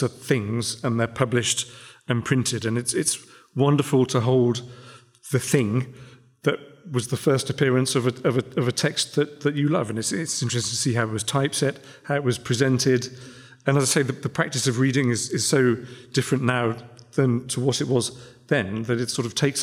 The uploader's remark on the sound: This event was recorded on 11 July 2023 as part of Sotheby’s Book Week